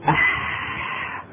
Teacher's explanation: لو أخذنا حروف البقية اللي سميناها حروف الرخاوة نجد بأن المخرج لا ينقفل انقفالا كاملا عند النطق بها، ولكنه يترك فتحة كبيرة يخرج منها صوت كثير · Term: الحروف الرخوة